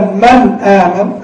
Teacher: أنت أتيت من نون من مخرجها من طرف اللسان مع اللثة وموفى صفاتها · Term: إظهار